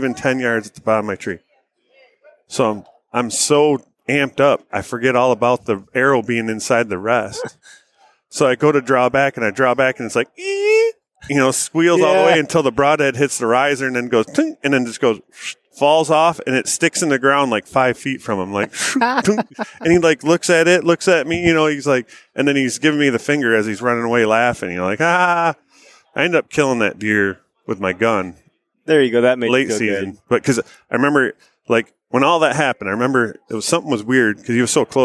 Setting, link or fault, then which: setting, busy venue